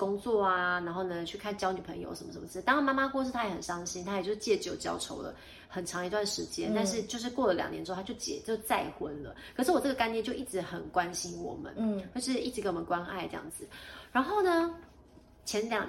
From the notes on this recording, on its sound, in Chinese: 本集不是在錄音室錄製，有點空間感。